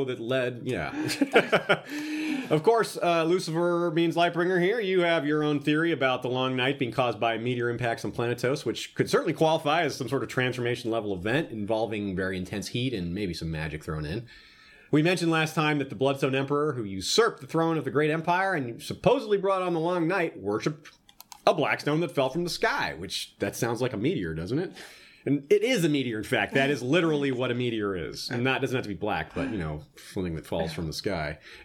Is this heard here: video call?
no